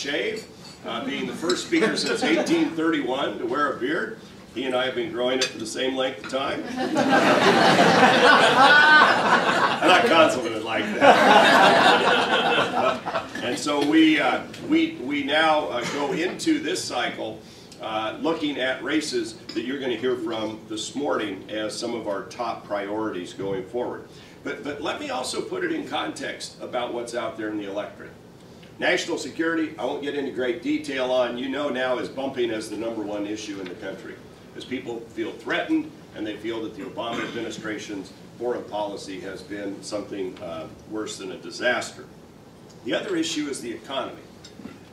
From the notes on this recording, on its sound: WASHINGTON, DC. The Ripon Society hosted a breakfast discussion.